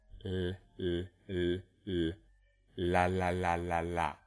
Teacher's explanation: And so the sound, which I'll demonstrate, is l, l, l. And I can do a very extreme sort of clear version by not raising the back or retracting the back at all.